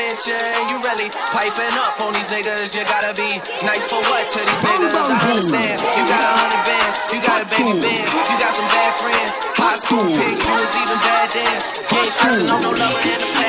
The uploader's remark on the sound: LIVE AT ISLAND SATURDAYS ON SEP 8TH